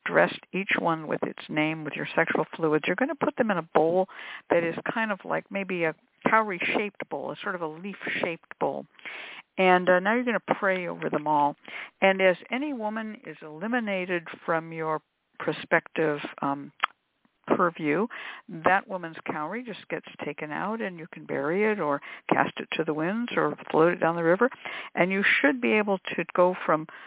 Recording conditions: phone line